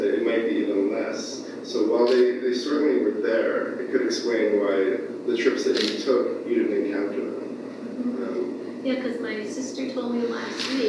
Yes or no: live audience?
yes